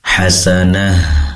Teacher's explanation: hasanah di sini tak marbutah menjadi ha. Pastikan udaranya menyebar di dalam dada.